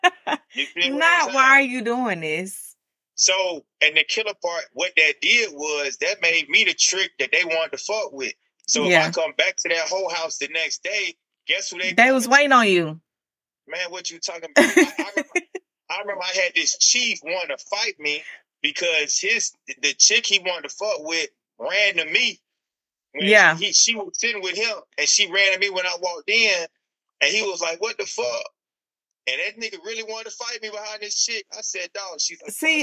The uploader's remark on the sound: joined a Zoom and talked shit with me for a few